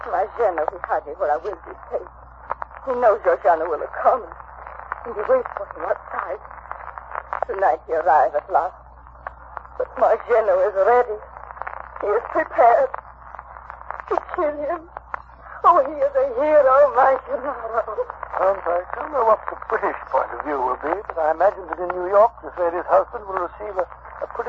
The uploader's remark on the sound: Audio is scratchy, fair quality.